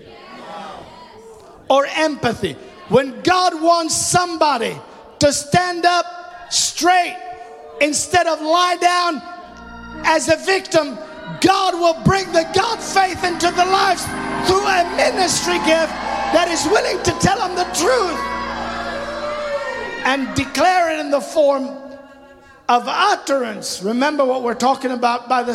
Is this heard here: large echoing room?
yes